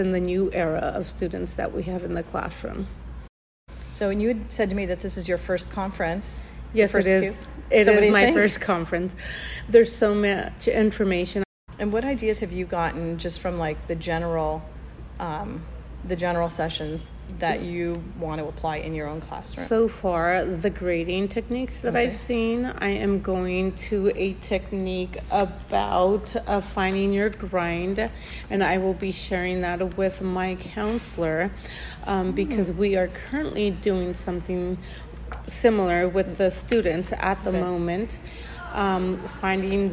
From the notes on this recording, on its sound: I recorded this episode at the 2023 Fall CUE Conference in Stockton, California. I interviewed a few conference attendees.